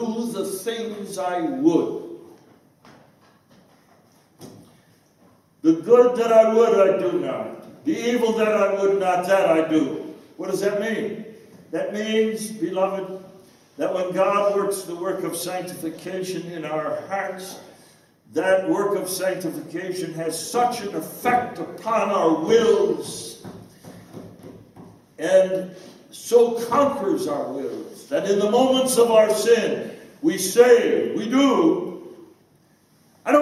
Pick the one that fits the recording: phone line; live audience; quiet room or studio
live audience